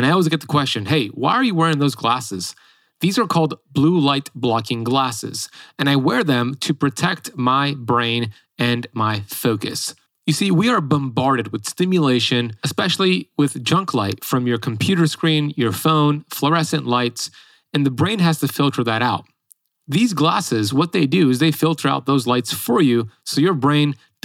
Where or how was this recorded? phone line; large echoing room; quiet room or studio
quiet room or studio